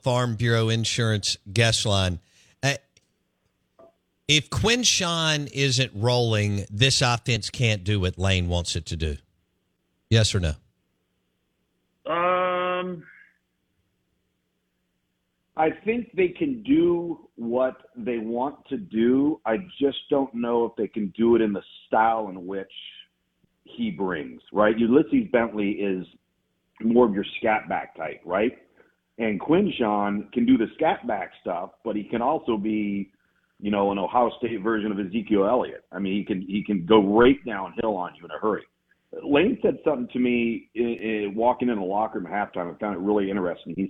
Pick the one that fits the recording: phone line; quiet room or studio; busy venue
phone line